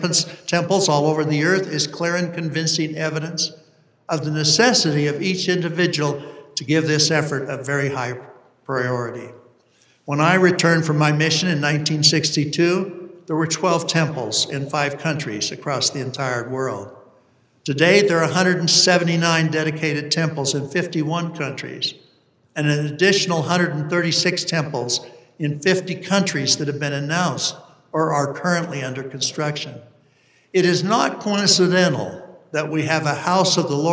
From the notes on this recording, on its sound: delivered this university conference address on August 28, 2023